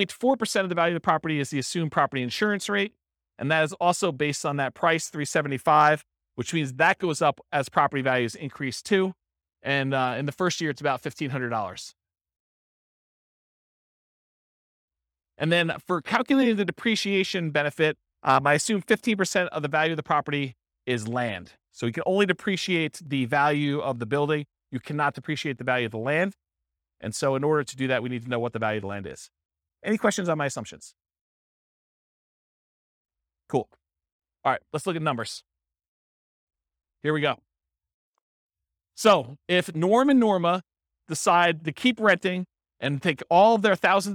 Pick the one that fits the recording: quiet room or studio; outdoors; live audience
live audience